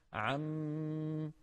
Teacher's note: فإن ألف ما تحذف وصلا ووقفا عند أغلب العرب · Term: تحذف ألف ما